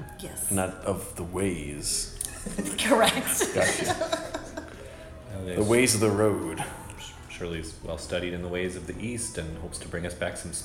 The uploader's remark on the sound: At Pianofight SF CA USA by Comedy Sound Wave.